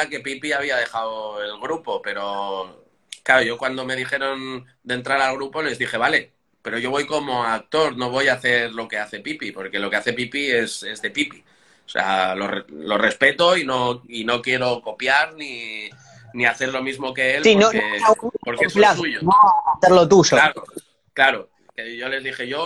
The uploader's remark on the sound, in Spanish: Audio extraído de IG LIVE